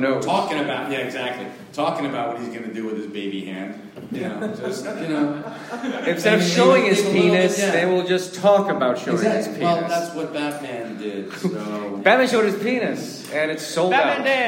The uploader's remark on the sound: ADULTish LIVE! AT THE PIT! AFTER THE NYCC! New York Comic Con shut its doors at the Javitz Center but at The Peoples Improv Theatre the party kept bumping with The ADULTish Podcast's first live show.